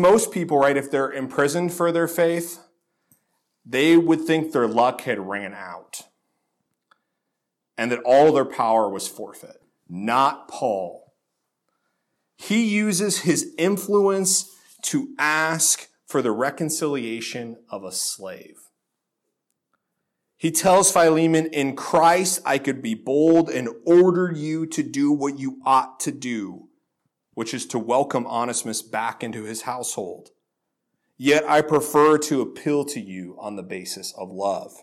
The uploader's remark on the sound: This sermon was originally delivered at Faith Reformed Church in Lynden, WA on October 7, 2018.